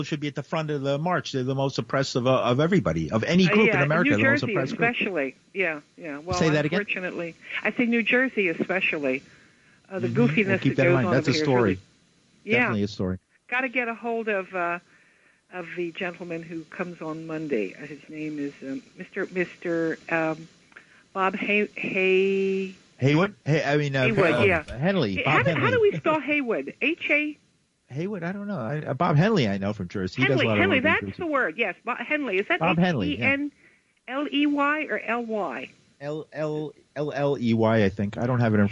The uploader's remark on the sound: Listener Call In Show